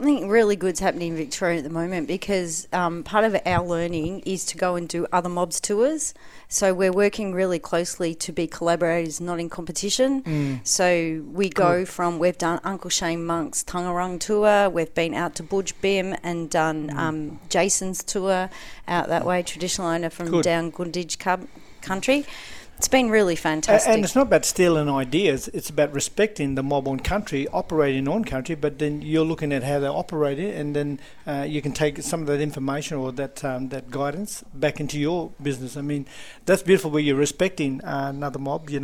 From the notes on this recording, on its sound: at the ICS Services – Employment Business Training Conference 18 – 20 September 2023